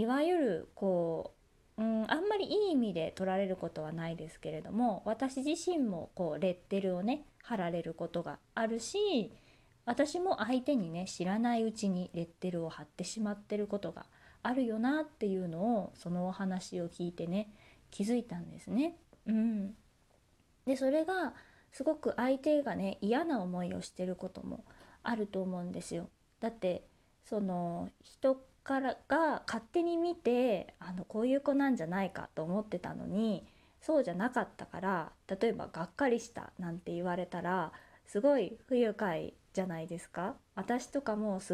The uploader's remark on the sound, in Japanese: 自宅でスマホによる収録のため様々な騒音が収録されています、ご了承ください